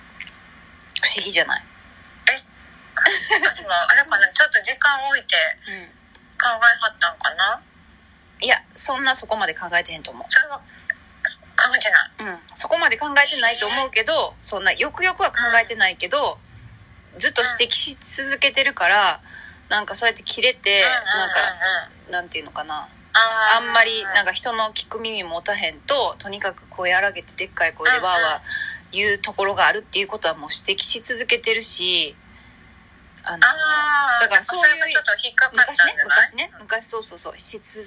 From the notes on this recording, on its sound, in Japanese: LINE電話をボイスメモしたのを配信してるため、音質良くなかったりするのはご了承ください。